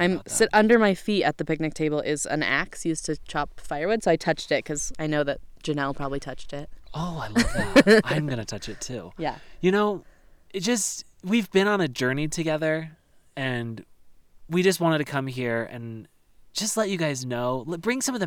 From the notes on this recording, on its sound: Live from the Holy Ground: Coyote Pass and brought to you by THE red picnic table!